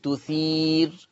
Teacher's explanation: أما وقفا فهي مرققة للجميع، هذه الراء عند الوقف تثير مرققة وقفا لجميع القراء. أما وصلا فهي مرققة لورش خاصة، تثير رو تثير.